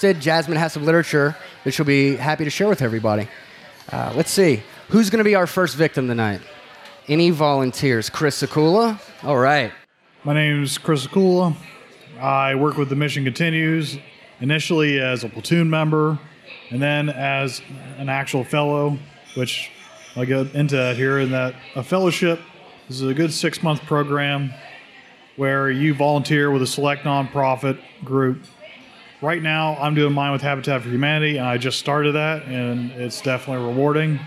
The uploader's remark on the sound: recorded live July 27, 2016 at Spoonwood Brewing Company in Baldwin, Pennsylvania